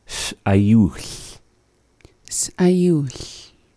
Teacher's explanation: the pause is coming before the vowel I in s'ayuch · Term: glottal stop